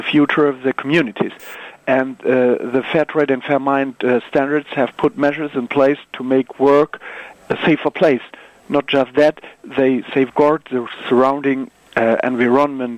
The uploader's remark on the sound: phone interview